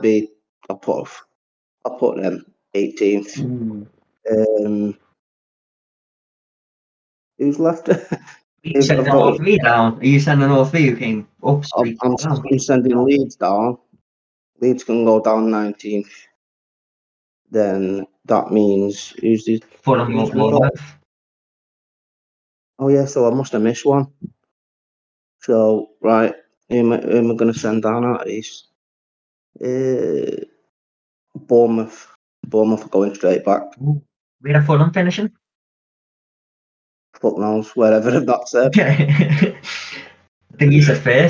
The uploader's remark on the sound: (Poor Audio). Apologies for the poor sound quality.